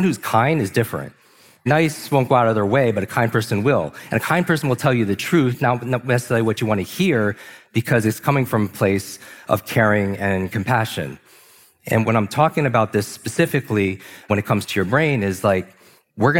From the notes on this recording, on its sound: live from Mindvalley's Los Angeles stage